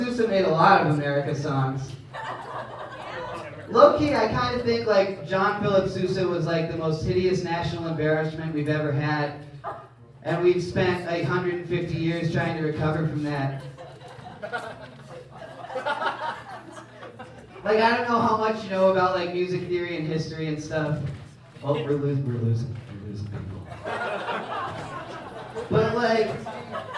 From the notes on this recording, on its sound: performing stand up comedy in Bozeman, MT